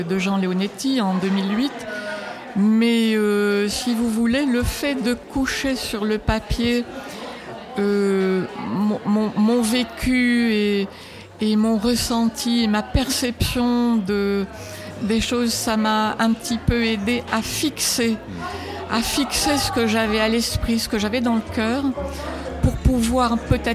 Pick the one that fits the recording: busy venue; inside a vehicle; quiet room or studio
busy venue